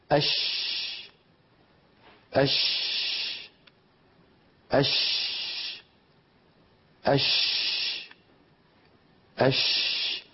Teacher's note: الشين تنشأ من وسط اللسان لأنها مهموسة ولا عمل للوترين الصوتيين فيها، لا جهر فيها